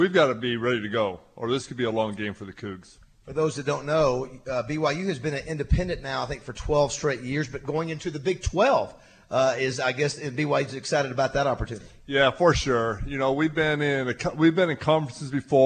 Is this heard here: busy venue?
yes